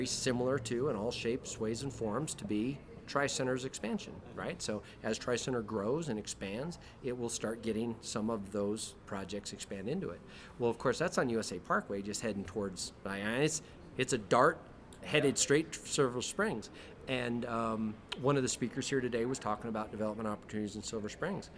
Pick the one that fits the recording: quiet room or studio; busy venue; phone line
busy venue